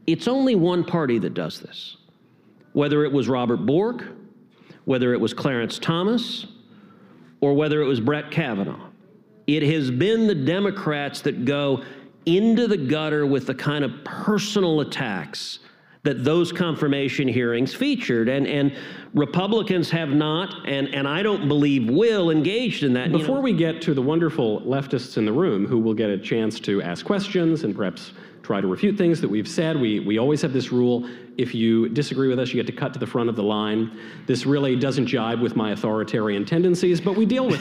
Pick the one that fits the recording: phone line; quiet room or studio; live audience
live audience